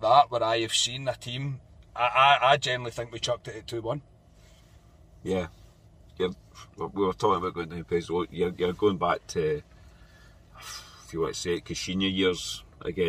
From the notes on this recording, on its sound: reaction from the car after leaving Ibrox.